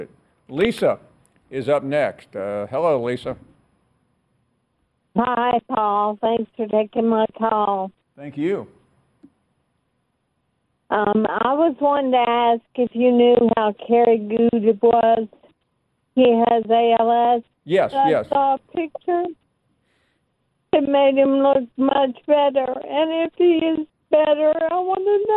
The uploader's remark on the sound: we continue with more of your phone calls